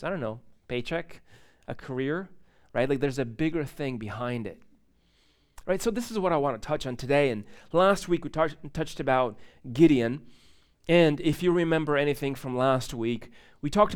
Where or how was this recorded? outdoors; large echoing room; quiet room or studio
large echoing room